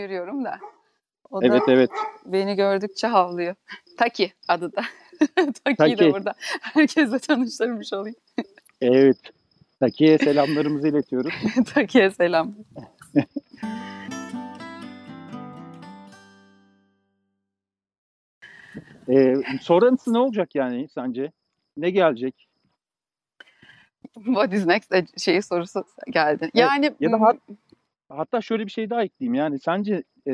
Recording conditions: outdoors